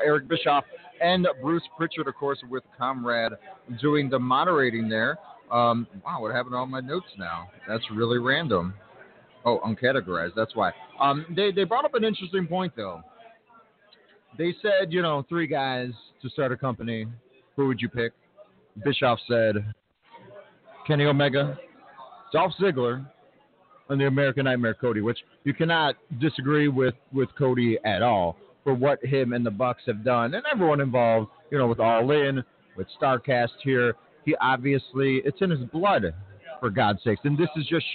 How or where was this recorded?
busy venue